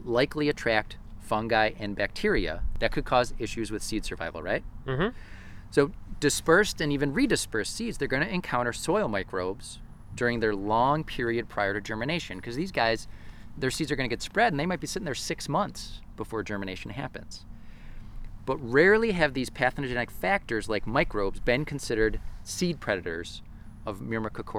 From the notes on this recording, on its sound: This episode was recorded at Nature View Park in Amherst, NY on April 24, 2019. Nature View is owned by the Western New York Land Conservancy .